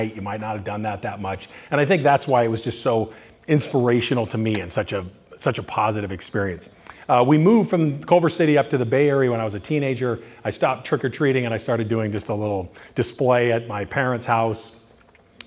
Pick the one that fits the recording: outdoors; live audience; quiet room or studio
live audience